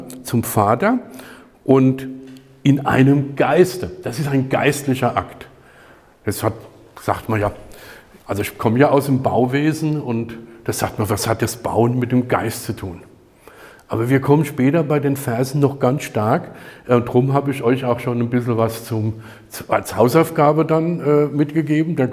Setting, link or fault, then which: setting, large echoing room